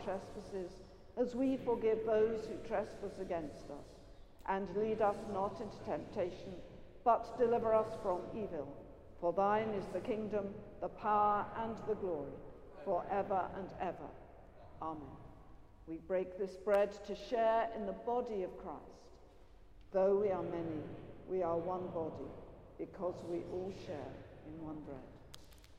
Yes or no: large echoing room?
yes